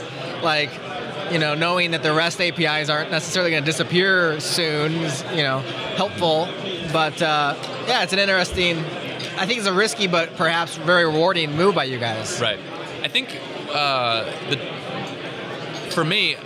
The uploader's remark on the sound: recorded at OSCON London 2016